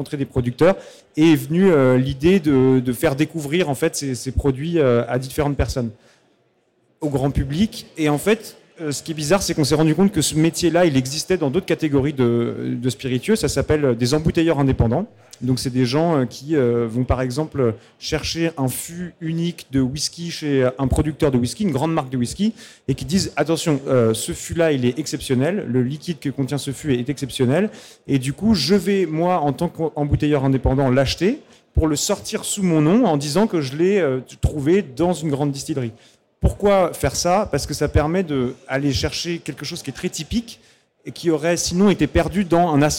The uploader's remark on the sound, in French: Sur la Scène Liquide Omnivore Food Festival 2021.